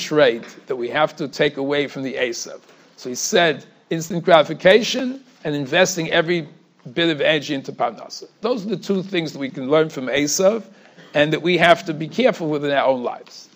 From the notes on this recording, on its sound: Shiur recorded in Yeshivas Ohr Reuven, Monsey, NY.